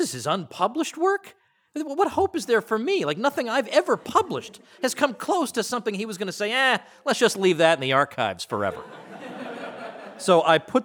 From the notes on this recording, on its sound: The opening lecture of Mises University 2017. Recorded at the Mises Institute in Auburn, Alabama.